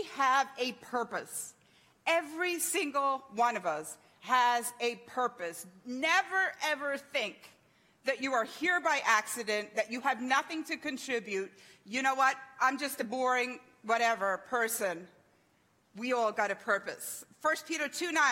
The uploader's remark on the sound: THANKS FOR JOINING US THIS SUNDAY MORNING LIVE FROM GENESIS CHURCH, MEDFORD, NEW YORK.